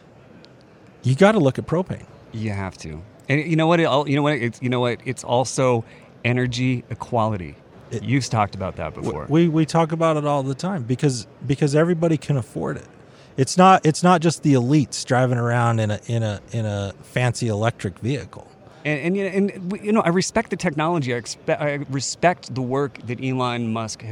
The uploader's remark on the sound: Live from Western Propane Convention. Live from the Western Propane Trade Show & Convention.